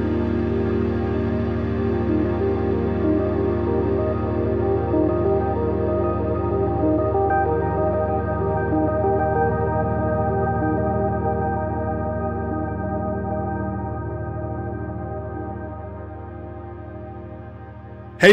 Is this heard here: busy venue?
no